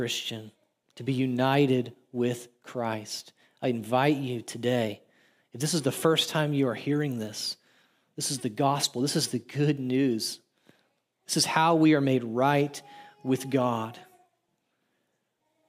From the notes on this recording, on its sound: audio from New City Church in Champaign-Urbana, IL